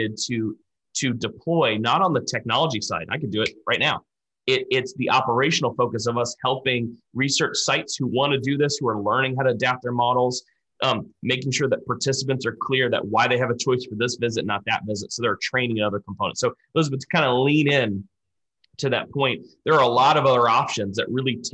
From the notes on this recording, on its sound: We spoke to a panel including three clinical trial experts in a live webinar.